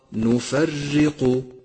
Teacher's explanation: انتبه إلى ترقيق الراء لأنها مكسورة، واحذر من أن تتكرر في اللفظ، أي هكذا نفرق، فهذا خطأ شائع، والصواب نفرق.